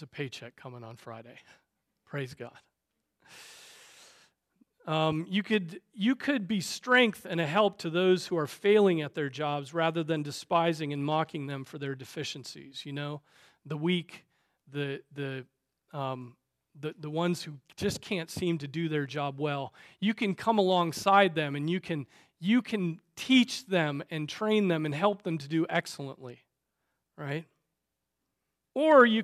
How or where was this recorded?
large echoing room